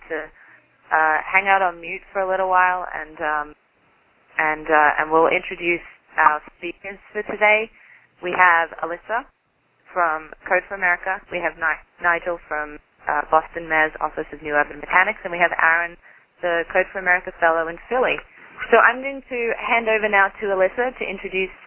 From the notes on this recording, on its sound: Call recorded on March 24, 2011.